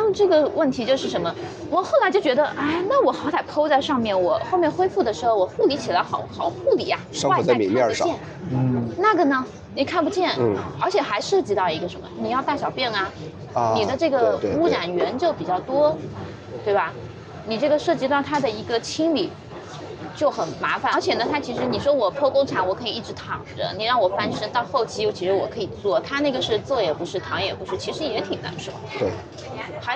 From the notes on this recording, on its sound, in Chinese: 因为孩子的哭闹，录制环境受限，这期节目放在了户外录制，有相当多的环境音。